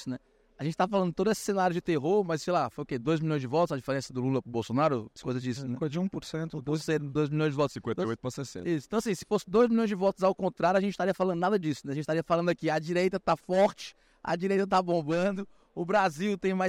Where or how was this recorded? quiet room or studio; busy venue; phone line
busy venue